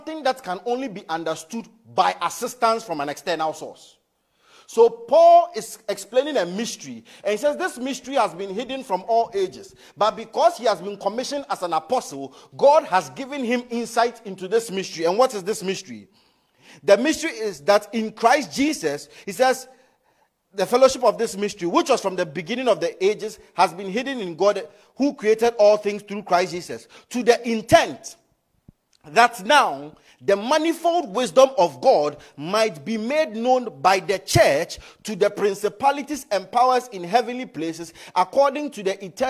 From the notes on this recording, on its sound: Message preached at ICGC Rehoboth Temple - Toronto